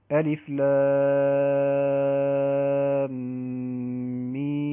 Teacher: الملاحظة هي في الميم المشددة في بداية السورة، ألف لام ميم، اذا هذه بداية سورة السجدة، فالميم فيها الغنة لأنها مشددة، وأيضا فيها المد اللازم الحرفي المثقل